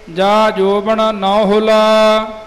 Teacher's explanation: ਨੌ ਹੁਲਾ ਸ਼ੁੱਧ ਉਚਾਰਨ ਹੈ ਜਿਵੇਂ ਕੀਤਾ ਗਿਆ ਹੈ, ਹੁੱਲਾ ਨਹੀਂ ਕਹਿਣਾ, ਅਧਿਕ ਨਹੀਂ ਲਾਉਣਾ।